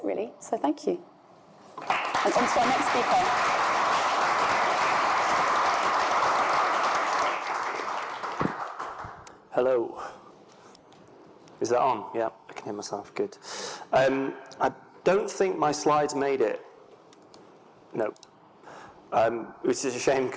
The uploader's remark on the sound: An on-stage conversation.